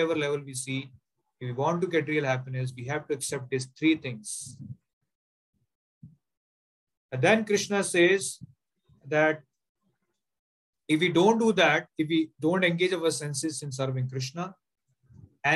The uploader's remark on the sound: Zoom recorded class